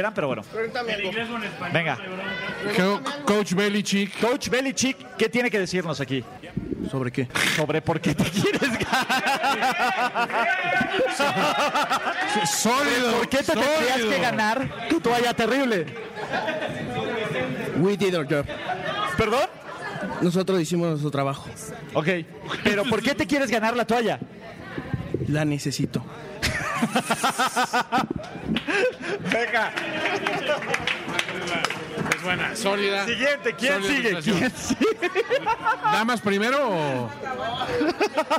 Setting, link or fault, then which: setting, busy venue